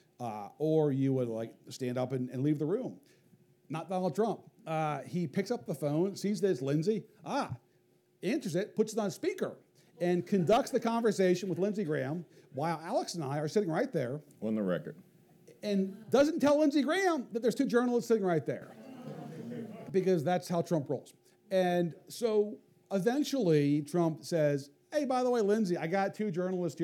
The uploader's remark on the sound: This episode debuts an occasional special series called "Live At…" wherein we record a live conversation at an independent bookstore. From Charleston, South Carolina, we bring you Live at Buxton Books.